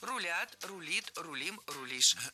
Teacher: Переносим ударение за корень и получаем правильный вариант.